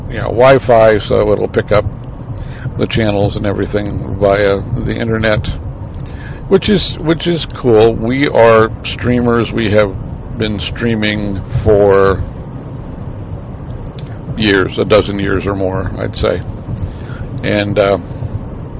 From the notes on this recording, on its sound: Road Trip. Recorded on the way to Duluth Minnesota.